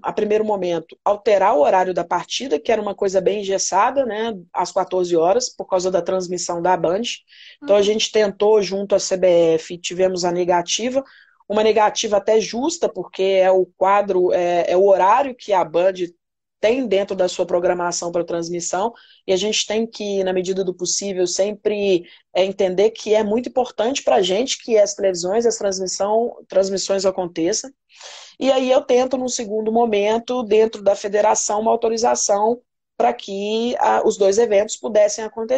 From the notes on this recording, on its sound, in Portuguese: Rolou uma live no meu instagram